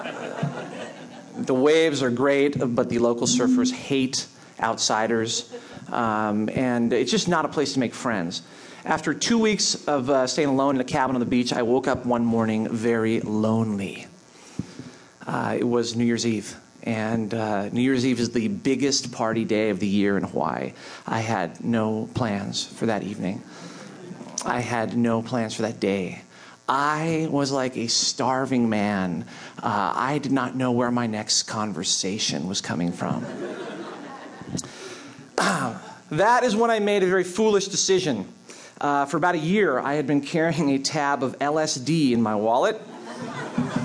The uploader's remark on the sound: This piece was recorded at Un-Cabaret's series "Say the Word", featuring great comedy writers reading their own original first-person nonfiction.